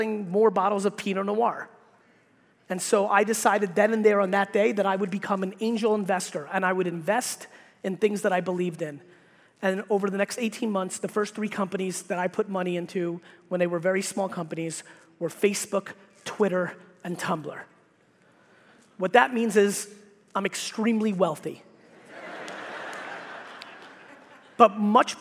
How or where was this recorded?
live audience